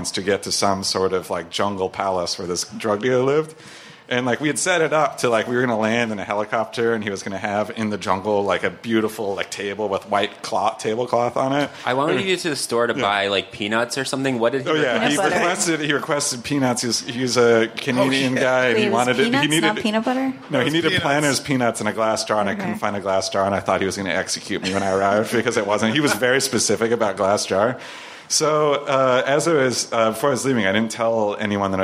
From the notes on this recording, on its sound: LIVE PODCAST. The Radio Motherboard crew recorded a podcast in front of a live audience at the Work x Work On Air festival. Special thanks to Brooklyn's Wythe Hotel and work x work ON AIR, a pop up live streaming radio lounge that explored creativity and storytelling.